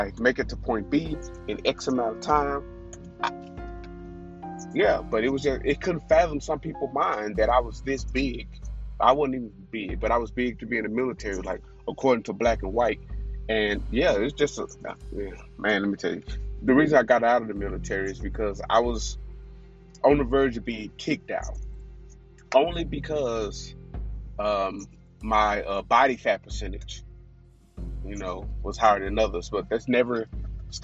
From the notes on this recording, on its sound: The audio is a little crappy but I’ll was in traffic